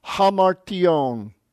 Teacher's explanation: again the accents on the last syllable